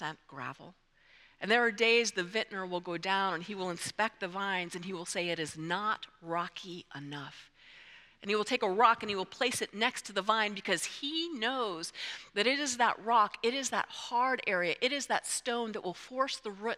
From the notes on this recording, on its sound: presented by Asbury Seminary Kentucky Chapel, recorded on Tuesday, February 27, 2024 at Asbury Theological Seminary's Kentucky campus